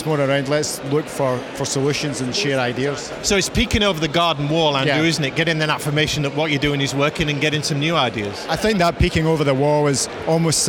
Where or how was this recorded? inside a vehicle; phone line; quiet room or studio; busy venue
busy venue